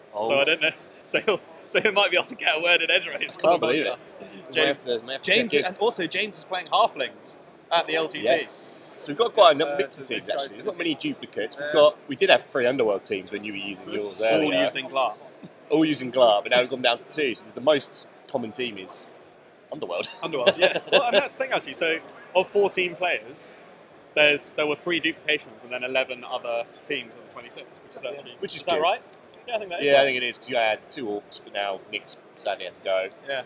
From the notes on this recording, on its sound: LIVE from the LGT. LIVE from the venue.